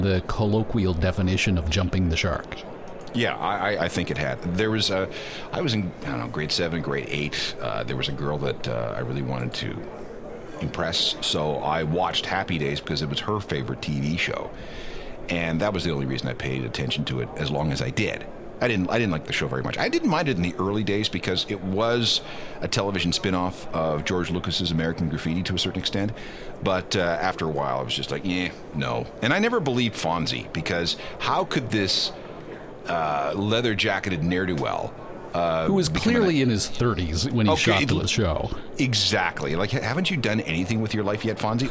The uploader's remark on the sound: We are Live on Location at the Toronto Downtown Record Show!